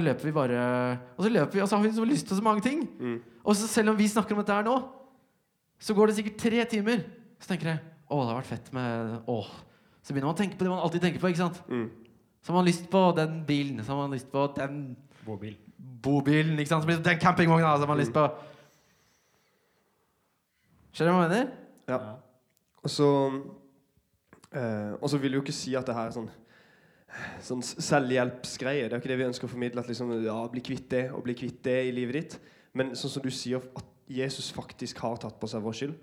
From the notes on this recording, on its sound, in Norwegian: Liveopptak fra Glow-festivalen 2020